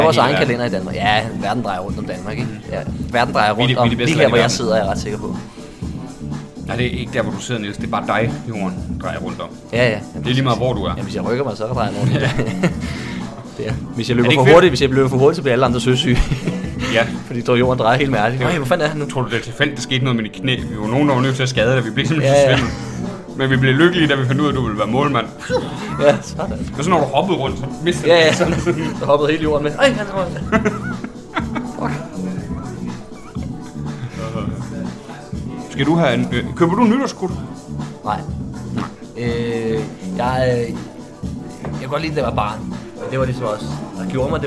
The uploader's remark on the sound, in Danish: I dagens afsnit er vi rykket ud af studiet, og ind på Citizen Cocktail Bar i forbindelse med en Open Mic.